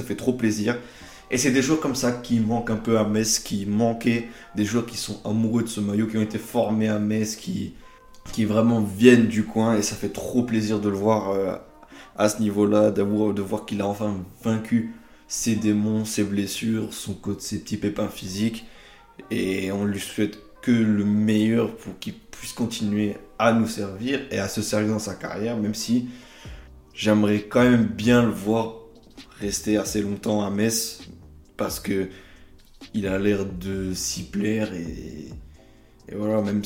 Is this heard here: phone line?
no